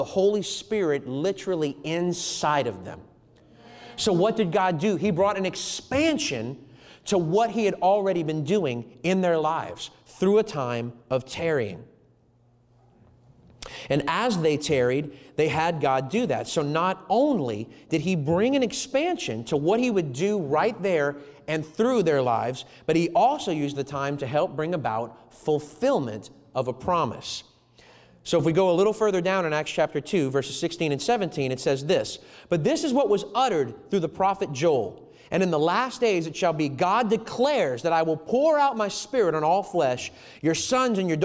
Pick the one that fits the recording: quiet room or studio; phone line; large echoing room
large echoing room